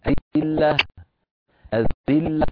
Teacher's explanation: فانتبه إلى بيان الهاء وقفا